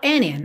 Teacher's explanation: é muito comum que esse D seja omitido, e aí soa and in